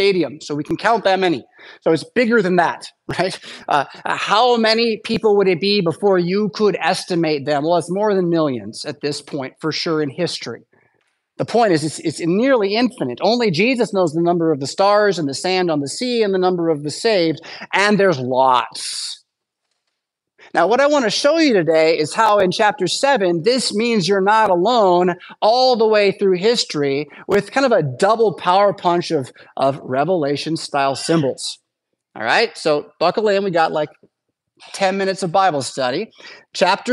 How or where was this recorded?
large echoing room